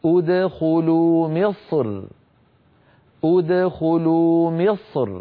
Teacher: فيفخم المتكلم الصاد ثم مباشرة يرقق الراء من غير تكلف · Term: الترقيق